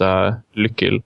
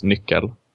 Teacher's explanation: You have the old Norse word for key, which is lykkel, which comes from the word lyk, the root is lyk, which means to close. And because you have an L initially and a final L as well, the first one simply changed into an N in Swedish, Danish, and Norwegian. · Term: dissimilation